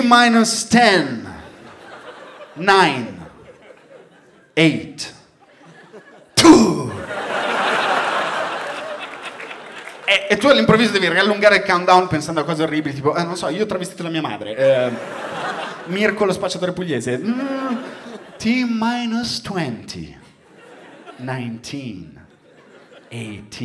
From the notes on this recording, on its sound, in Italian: Registrato a Firenze al Teatro Puccini